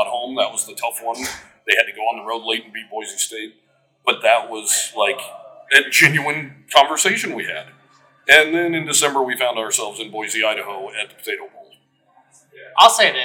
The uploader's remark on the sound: Live from Mountain West Media Days